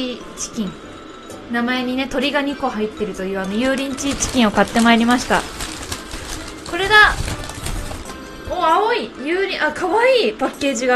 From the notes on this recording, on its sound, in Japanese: 開始1分～3分ごろまでノイズが入っております。